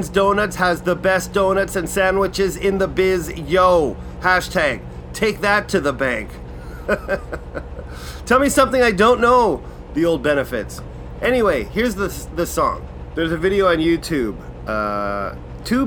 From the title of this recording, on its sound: LIVE AT THE TAPHOUSE.